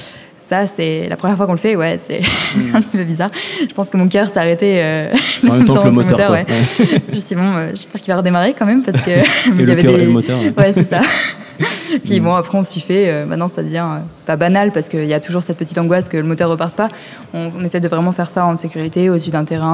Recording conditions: live audience